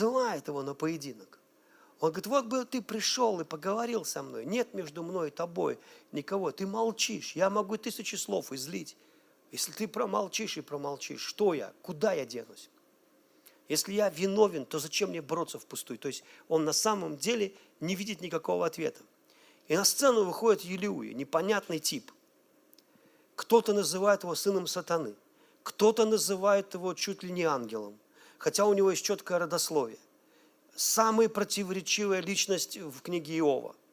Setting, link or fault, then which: setting, large echoing room